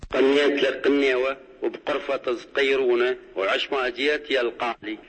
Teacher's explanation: بعض المناطق الجنوبية والغربية كالرمادي والأنبار وغيرها فيقلب حرف الغين إلى قاف